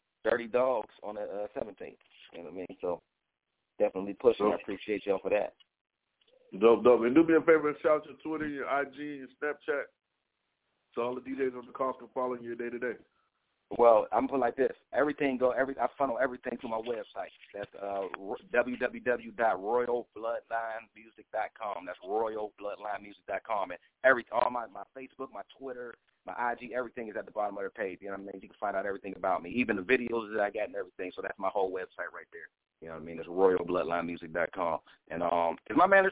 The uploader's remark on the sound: The Nerve Djs Bi-Weekly Industry Conference Call.